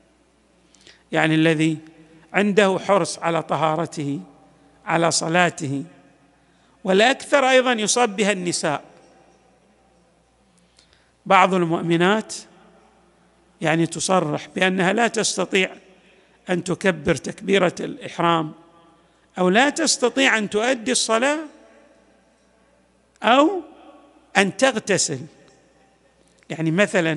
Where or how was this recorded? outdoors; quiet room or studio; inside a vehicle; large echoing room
large echoing room